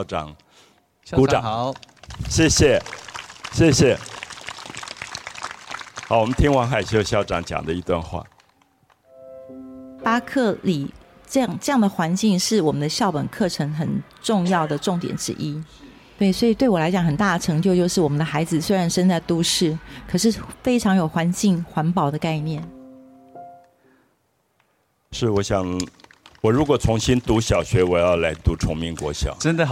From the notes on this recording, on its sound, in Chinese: 台南巴克禮公園20週年Open Podcast。我到現在為止印象裡還彷彿坐在那個草地上，天空有月亮、有星星，附近的水裡有柳樹的倒影，每一個人都這麼安靜，感覺到夜晚的風微微的吹來。